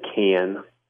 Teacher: the word C-A-N sounds like can, a raised A